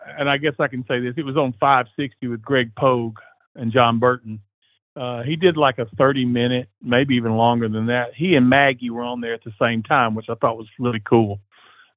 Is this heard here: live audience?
no